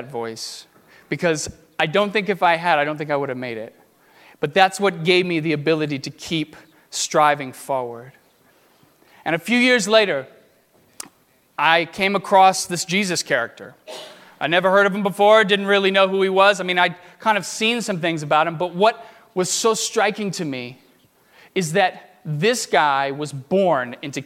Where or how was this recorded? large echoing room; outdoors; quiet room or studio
large echoing room